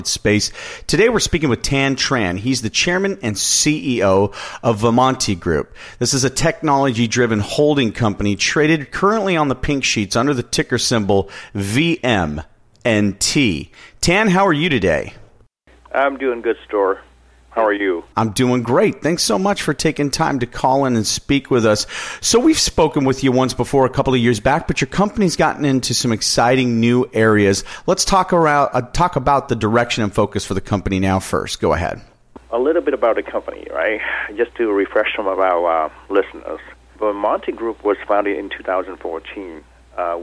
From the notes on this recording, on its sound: called in to SmallCapVoice.